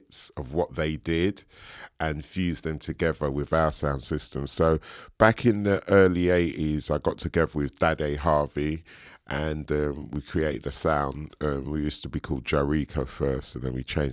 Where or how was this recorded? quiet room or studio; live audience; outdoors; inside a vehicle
quiet room or studio